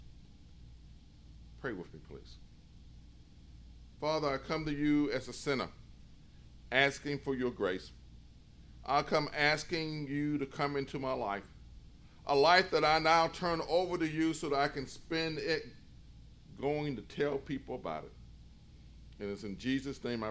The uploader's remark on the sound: In a sermon recorded live at New Bethel